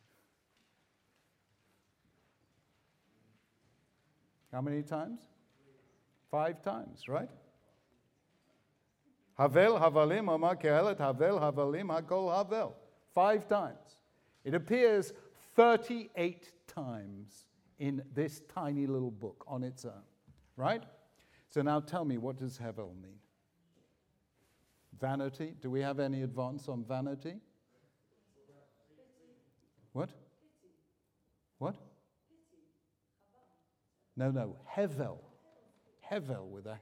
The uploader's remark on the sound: The video was recorded in Hampstead Garden Suburb Synagogue in London and the event was jointly sponsored by the United Synagogue and Koren Publishers Jerusalem.